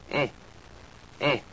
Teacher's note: like our English short E in bed, but just a little bit higher